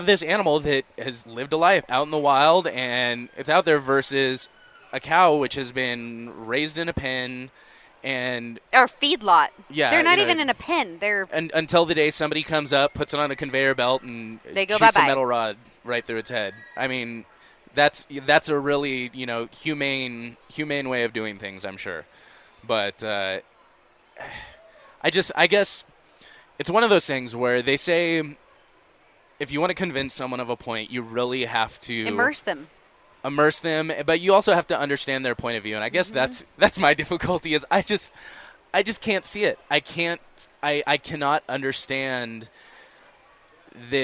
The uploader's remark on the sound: at the International Sportsman's Expo